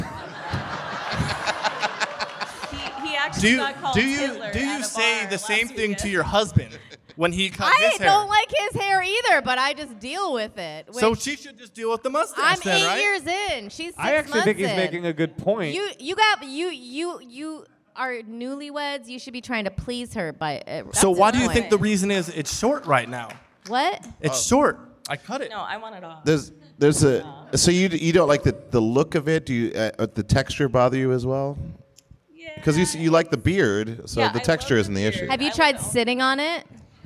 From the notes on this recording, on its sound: This week’s episode is the audio from our show at SF Sketchfest last weekend! They give advice to three live couples.